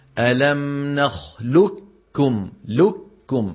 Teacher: إدغام كامل، فيقولون بكاف مشددة. ألم نخلقكم، لكم، شايف ما في قاف أبدا.